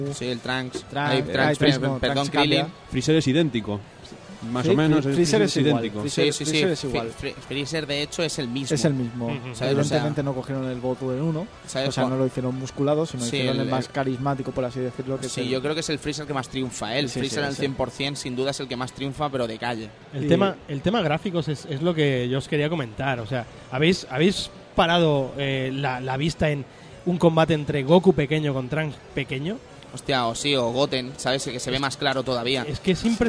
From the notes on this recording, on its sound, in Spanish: En este programa emitido en directo desde el Salon del Manga